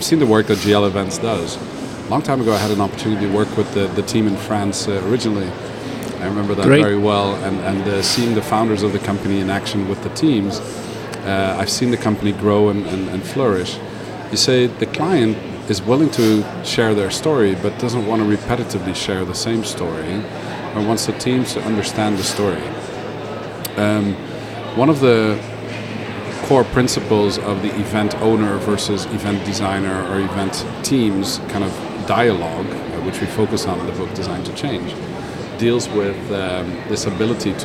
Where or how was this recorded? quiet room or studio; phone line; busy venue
busy venue